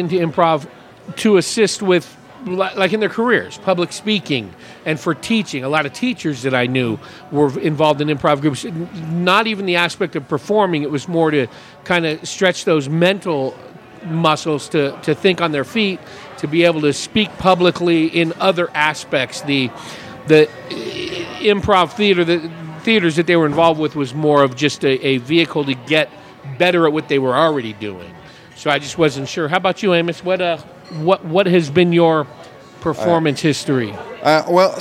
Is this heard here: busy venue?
yes